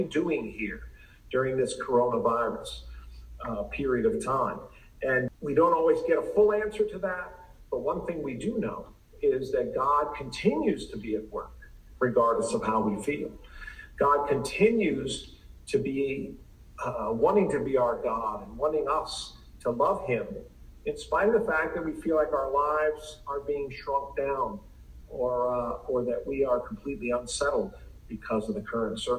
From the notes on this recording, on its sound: Please excuse the sound quality.